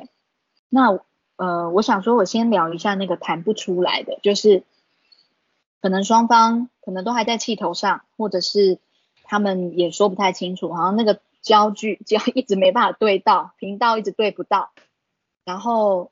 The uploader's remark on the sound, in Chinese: 此為線上課程錄音檔！